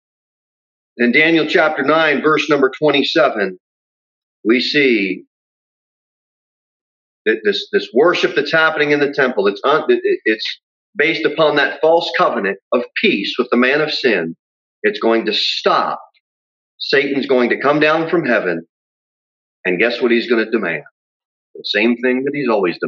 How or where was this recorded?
large echoing room